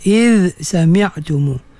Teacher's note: Zal hujung lidah menyentuh hujung gigi. Sin lidah duduk di bawah gigi · Term: izhar